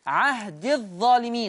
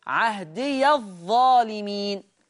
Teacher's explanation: وببين وأقول قرأ حفص بسكون الياء مع حذفها وصلا فتصير عهد الظالمين، ولكن حال الوقف يقرأ عهدي فتصير مد طبيعي ثابت وقفا فقط عهدي، لكن لما يوصل حفص هتحذف الياء عهد الظالمين. طب ورش يقرأ وصلا بفتح الياء، يعني وحفص بيحذف الياء في الوصل · Shown in: second take · ورش يفتح الياء عهدي الظالمين، قال لا ينال عهدي الظالمين في الآية 124.